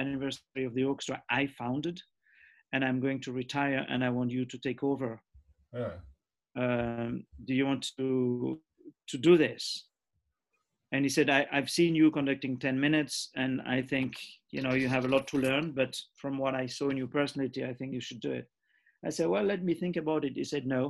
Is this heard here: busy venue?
no